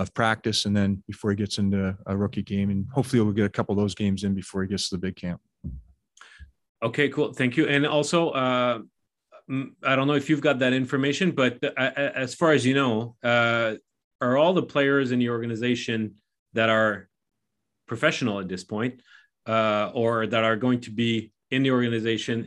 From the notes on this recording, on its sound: BROSSARD, QC — The AHL Report team from Rocket Sports Media was on the media’s Zoom call for the opening day of the Montreal Canadiens’ 2021 Rookie Camp, held at the Bell Sports.